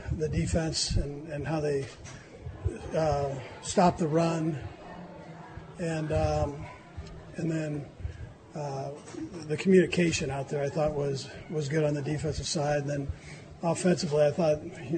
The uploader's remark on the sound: live from Arrowhead.